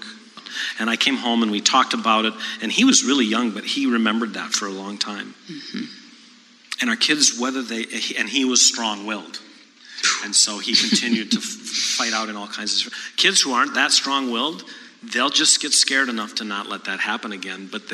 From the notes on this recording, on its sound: For the first part of our 2018 Don’t Mom Alone live event